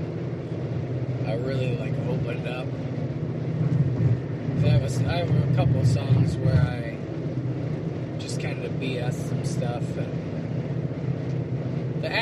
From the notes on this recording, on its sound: This ones a 2 part-er and both were recorded in the car, so the audio is not great. On the way to a show.